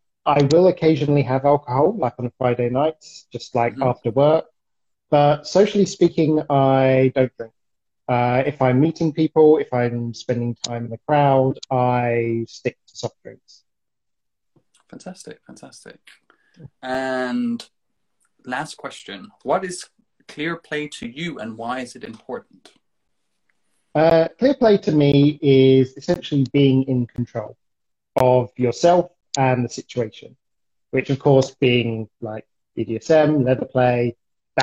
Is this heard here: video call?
yes